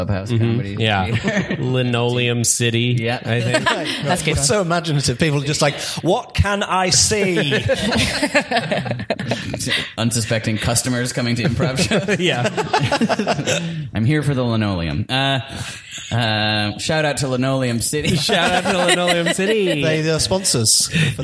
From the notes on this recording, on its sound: Live from London Town, The MEAT performs a live show upstairs at the Horse & Stables pub with the London improv collective C3Something.